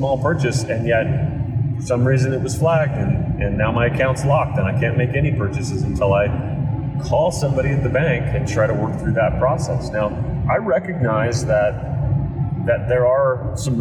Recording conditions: poor sound quality